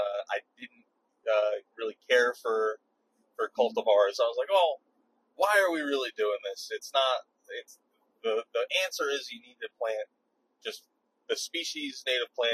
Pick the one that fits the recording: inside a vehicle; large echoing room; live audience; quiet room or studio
inside a vehicle